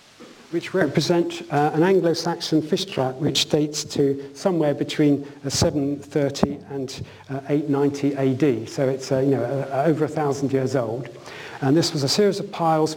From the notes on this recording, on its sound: UCL Lunch Hour Lecture